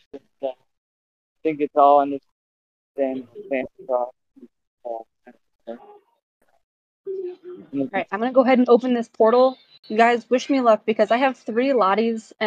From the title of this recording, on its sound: Otto NFT Live Minting Discord Event VC